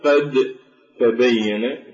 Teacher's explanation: والدال عند التاء مثل قوله تعالى قد تبين، هي الأصل قد تبين، فنحن لا ننطق بالدال وندغمها عند التاء، وذلك للاتفاق بالمخرج والاختلاف في الصفة، فالدال مجهورة والتاء مهموسة، لذلك ندغم الدال بالتاء فنقول قد تبين في القراءة. · Term: إدغام